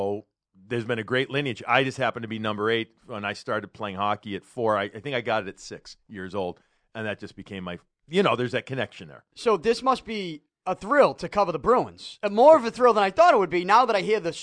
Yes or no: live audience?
no